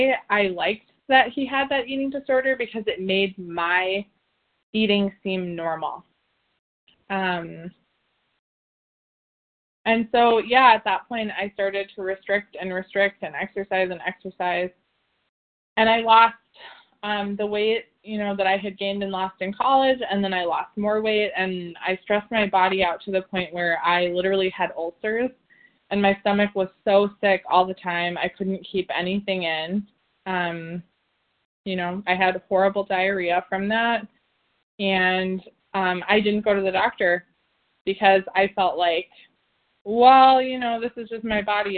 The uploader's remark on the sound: the 100 Pounders Phone Meeting on 11/1/20